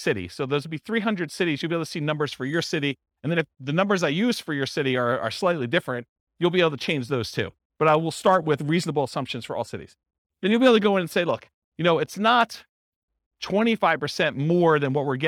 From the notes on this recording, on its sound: This was a live class recorded